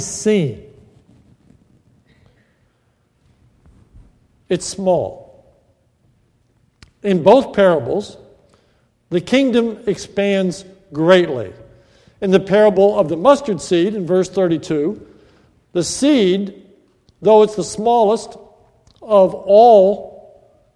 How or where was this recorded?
large echoing room